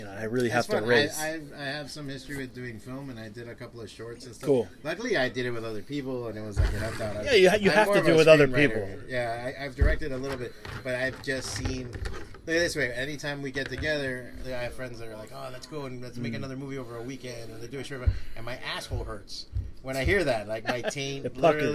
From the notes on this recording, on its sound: We had him do a signing in the shop and decided to talk comics and shop while eating a nice slice!